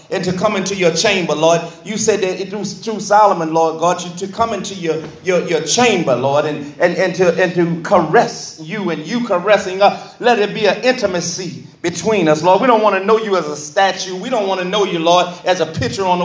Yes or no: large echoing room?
yes